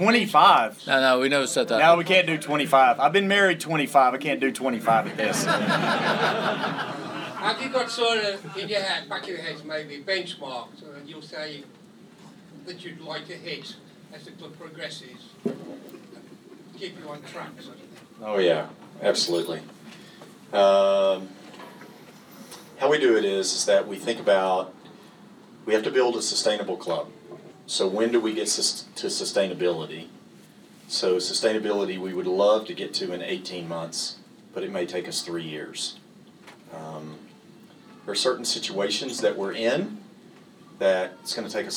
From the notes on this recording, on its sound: Recorded in the Supporters Club. Spoke to a live audience of Leyton Orient fans.